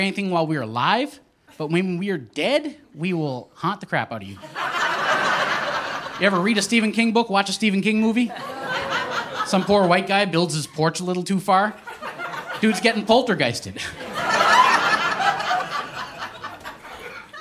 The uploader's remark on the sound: Recorded live at Punch Lines Comedy Club in Saint John, New Brunswick.